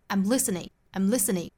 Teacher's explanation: listening 除了 li 这个音节重读以外，其他也都是弱读的